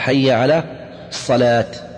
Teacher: ومن الأخطاء أيضا تفخيم كلمة الصلاة، الصلاة، حي على الصلاة، يقول أيضا هذا غلط. المشروع أن تقول حي على الصلاة، ترقق